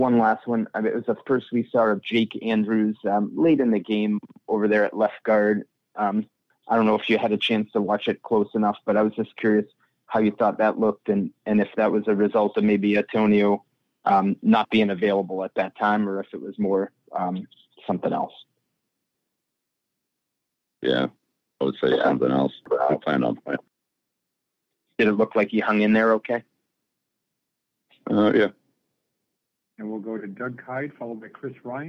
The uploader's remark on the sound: addresses the media during his conference call on Monday, January 1, 2024.